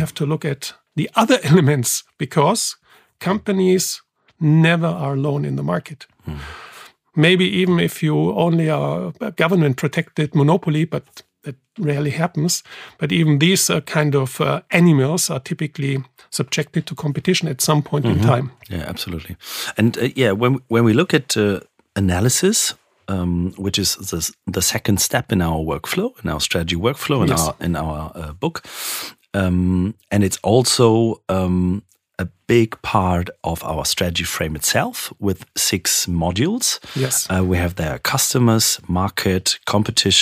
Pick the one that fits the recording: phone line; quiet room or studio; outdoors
quiet room or studio